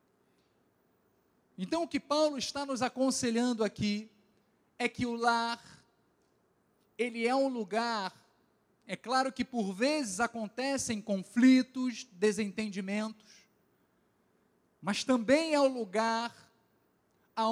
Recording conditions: large echoing room